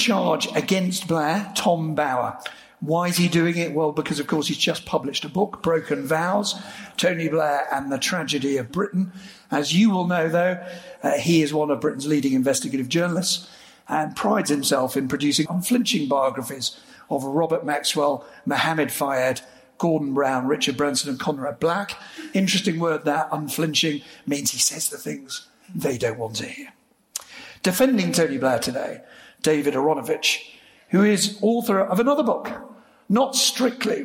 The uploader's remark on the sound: This episode features a live event which Intelligence Squared hosted in London in March 2016